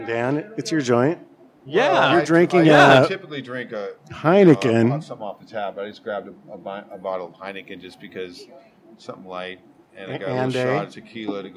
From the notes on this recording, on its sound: Recorded live at Darrell's Tavern on so-seedy-we-love-it Aurora Ave. Darrell's embraces the dive bar ethos and proclaims it's "where your dad used to drink."